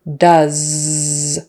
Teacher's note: we are not pronouncing it with an S, it's a Z sound.